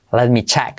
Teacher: Fijaos con let, que no sería let, sino let. Esa E tiende a casi a una E abierta como una A.